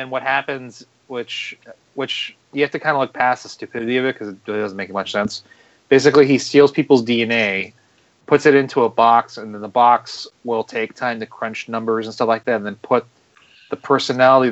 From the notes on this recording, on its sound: Unfortunately we have some recording issues, with dropping out and connections I guess, so sorry for that.